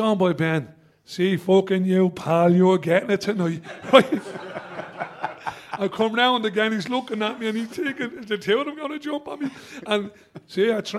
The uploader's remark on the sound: 30 of our members for what was a highly enjoyable debut live show in our new city centre studios